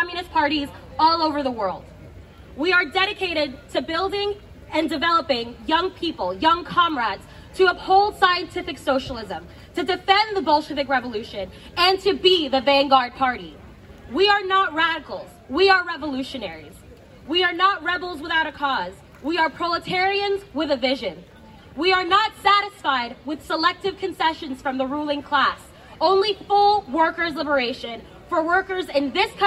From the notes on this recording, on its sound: This speech was from the Washington DC demonstrations, where PCUSA flags were flown in front of the White House.